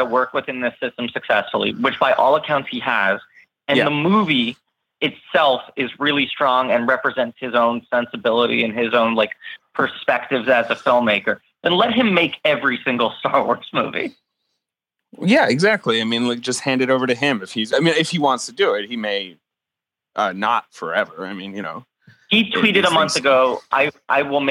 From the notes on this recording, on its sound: Call in remotely.